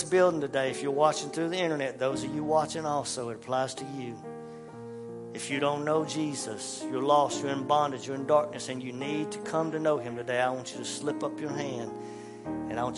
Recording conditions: large echoing room